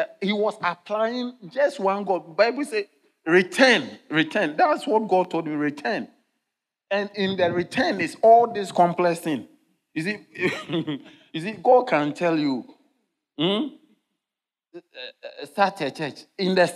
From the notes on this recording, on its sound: Sermon delivered on Friday, October 4, 2023, at LCI Mega-Church in Cape Town, South Africa.